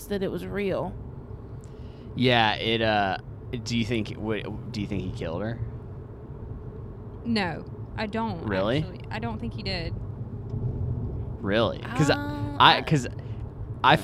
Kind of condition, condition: setting, inside a vehicle